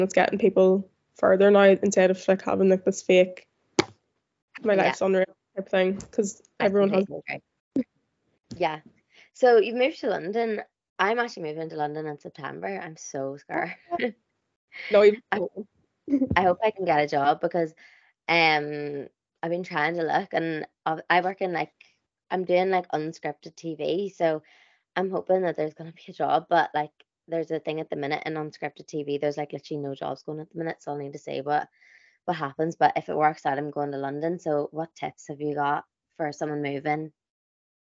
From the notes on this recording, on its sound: Apologies if the audio is a bit rocky- the Zoom audio is not it.